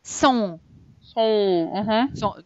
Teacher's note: Теперь смотрите, T не читается. ON – это носовой звук, поэтому в нос sont.